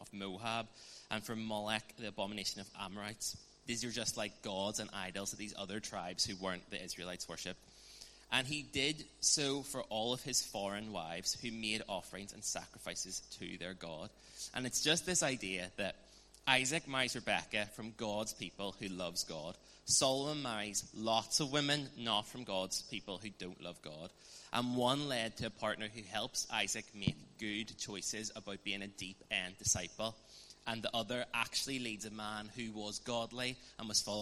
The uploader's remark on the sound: On this special live recording, from our Fourtwelve teaching series 'Deepend Disciples'.